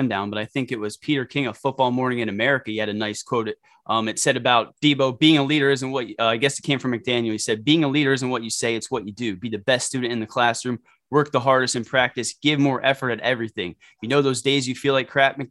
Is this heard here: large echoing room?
no